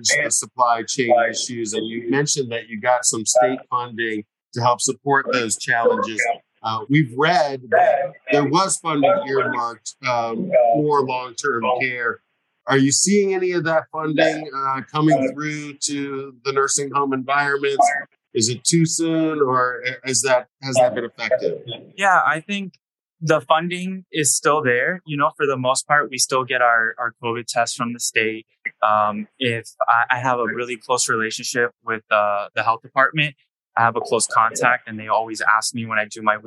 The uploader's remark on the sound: Live from the 2023 BAPIC tradeshow in Tampa, Florida